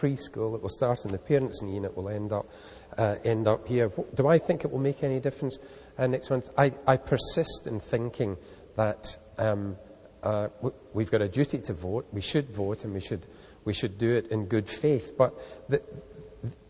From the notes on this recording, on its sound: Recorded on 7 October 2006 at the University of Edinburgh's McEwan Hall.